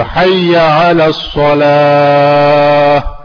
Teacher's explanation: اب آخر میں جو ہے وہ ہا ہے، چھوٹی ہا ہے بڑی ہا نہیں ہے